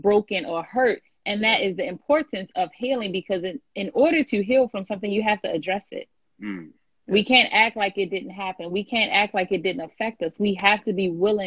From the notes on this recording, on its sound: I had to share this live from IG